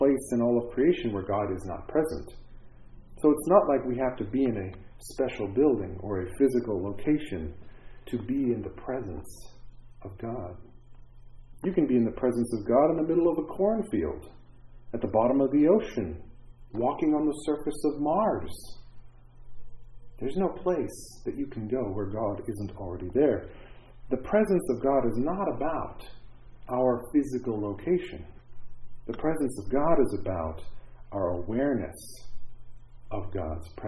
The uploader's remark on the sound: This is the audio of the Sunday morning chapel service for Sunny View Manor